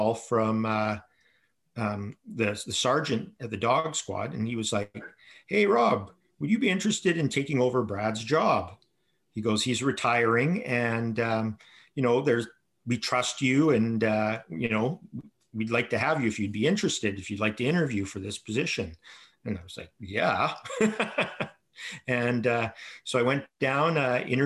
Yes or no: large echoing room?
no